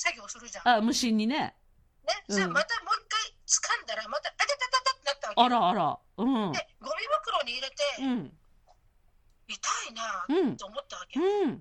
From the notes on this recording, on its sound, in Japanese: リモート収録です！収録はリモート収録です。スタジオの徒歩圏内在中のため、スタジオで。